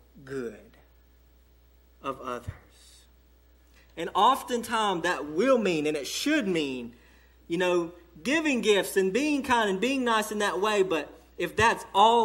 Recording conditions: large echoing room